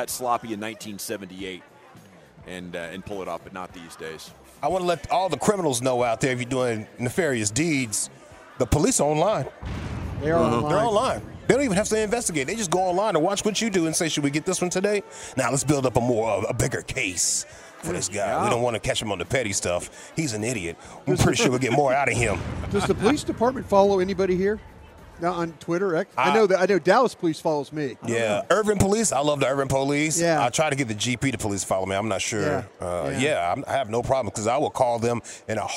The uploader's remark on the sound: live from the Texas Rangers Toy Drive